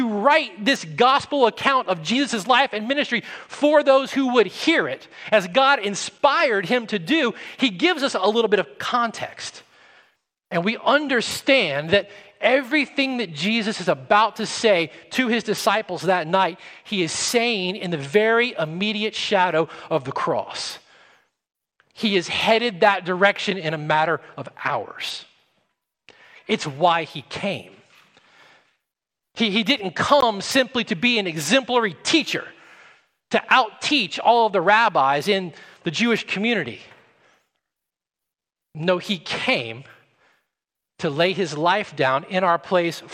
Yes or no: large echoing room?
yes